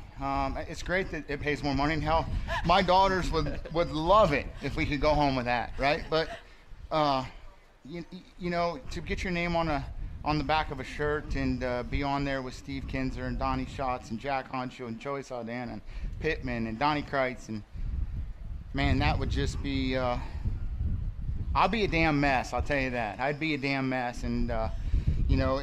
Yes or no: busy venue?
yes